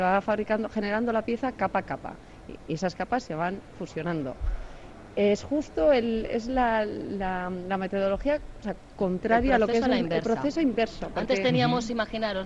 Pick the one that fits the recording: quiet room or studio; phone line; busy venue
busy venue